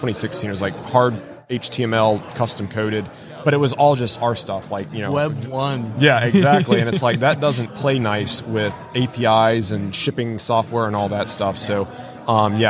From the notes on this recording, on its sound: LIVE from WORKBENCHcon 2022